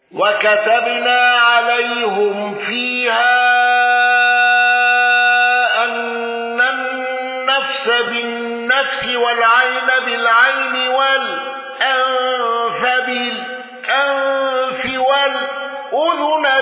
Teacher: قالون بصلة ميم الجمع وتوسط المنفصل